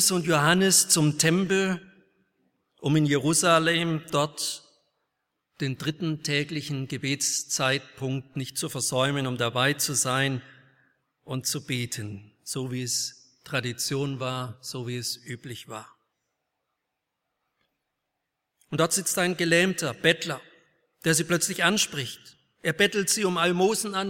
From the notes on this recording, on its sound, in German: aus dem Gottesdienst der Liebenzeller Mission